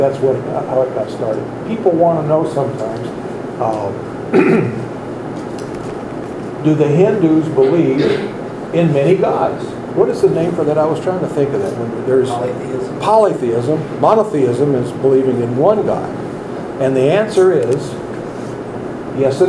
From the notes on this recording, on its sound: Recorded lectures from accross the USA, London & India.